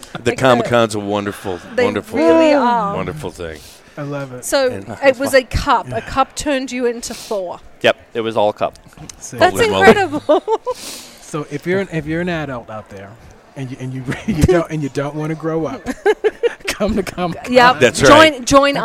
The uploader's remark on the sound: LIVE From Phoenix Comicon 2017